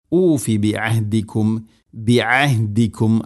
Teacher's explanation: ഐന് തൊണ്ടയുടെ മധ്യഭാഗം, ഹ തൊണ്ടയുടെ താഴെ ഭാഗം, കൃത്യമായിട്ട് ഇതിനെ ഉച്ചരിക്കണം · Term: ഐനും ഹാഉം